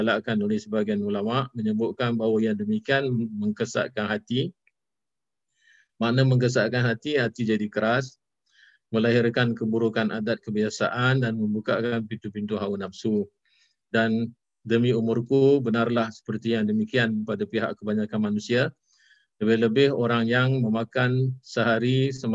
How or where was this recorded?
video call